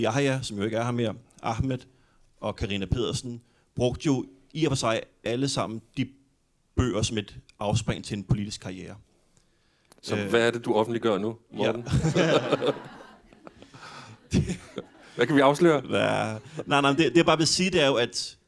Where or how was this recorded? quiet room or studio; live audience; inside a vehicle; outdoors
live audience